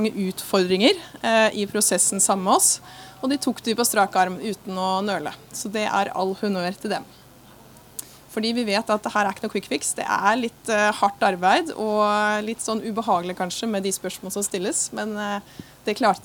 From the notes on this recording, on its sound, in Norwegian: Opptak fra Arendalsuka 2023.